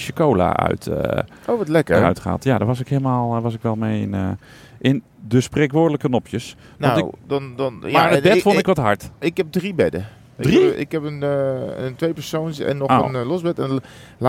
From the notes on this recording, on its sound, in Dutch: Eerst gaat het mis met het introgeluid, vervolgens is het veel te kort rijden naar het hotel van Bilbao waardoor we om moeten rijden om de gewenste podcastlengte te halen.